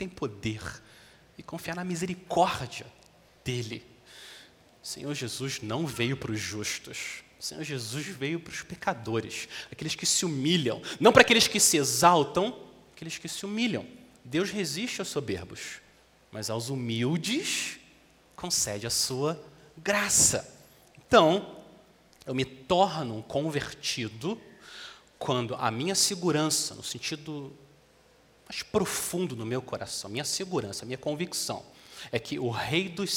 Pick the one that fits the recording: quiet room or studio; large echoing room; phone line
large echoing room